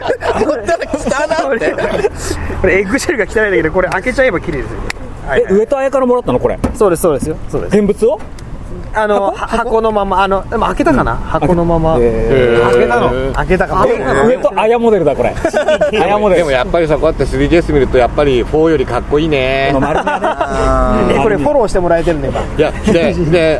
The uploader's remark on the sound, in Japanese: 山形屈指のオシャレスポット「ドライブスルー付きスターバックス」前のテラスからお届けします。究極のアウトドアサテライトスタジオ。目の前に止まったパトカーに怯えながらの収録です。総勢5人プラス飛び入り1名で好き放題に喋ります。